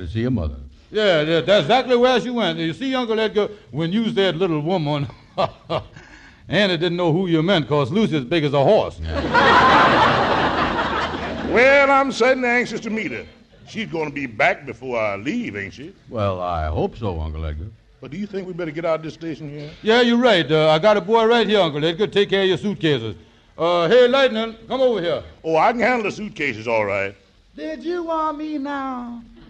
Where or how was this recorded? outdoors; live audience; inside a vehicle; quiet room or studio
live audience